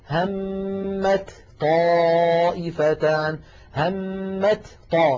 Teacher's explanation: فاللسان يترك المكان ثم يعود إلى المكان بذاته